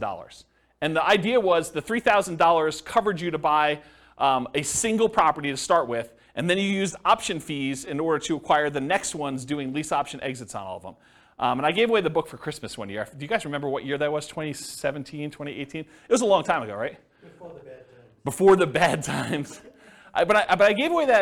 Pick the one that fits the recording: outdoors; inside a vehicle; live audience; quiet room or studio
live audience